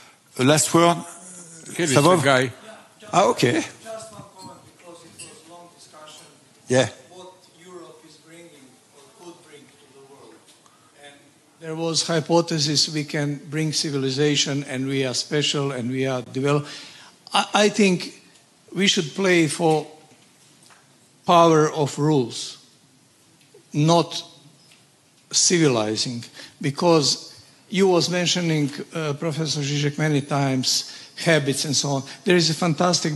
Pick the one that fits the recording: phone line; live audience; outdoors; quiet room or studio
live audience